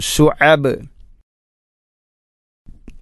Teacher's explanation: ശുഅബ് വഖഫ് ചെയ്യുമ്പോൾ ബാഇനെ ഖൽഖല ചെയ്യണം